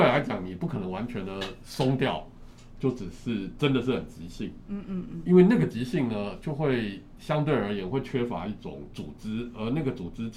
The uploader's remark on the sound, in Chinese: 本集節目在「Sidoli Radio小島裡」現場錄製，並共同播出。